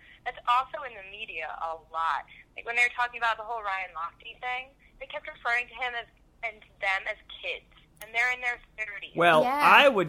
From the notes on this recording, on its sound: We thought we'd air this phone conversation we had